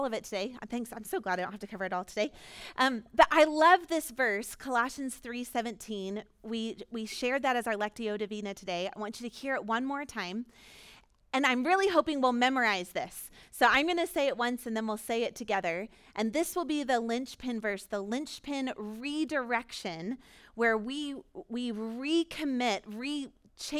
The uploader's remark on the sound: Recorded at our Sunday gathering on April 24, 2022.